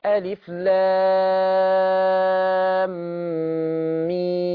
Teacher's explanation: فلما اجي اقرا الف لام ميم ما نقص لام ولا نقص ميم. اللام ستة ستة والميم ستة ستة · Term: ست حركات